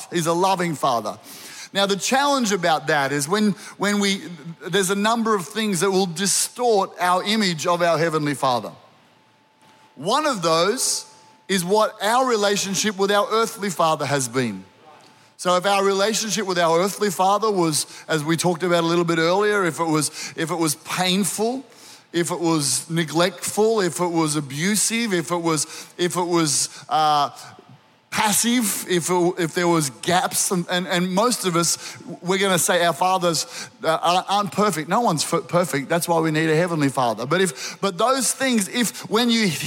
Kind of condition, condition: setting, live audience